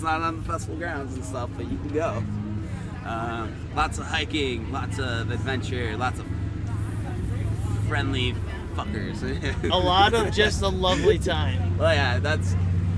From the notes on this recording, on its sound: Located at Snow Ridge in Turin, NY. We recorded this while we were vending at Otis Mountain Get Down 2018! There is engagement with festival goers.